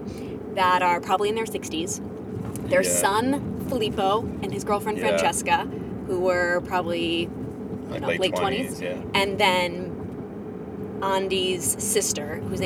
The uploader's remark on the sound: Roadtrip chat. We get lost, have to change audio sources halfway through.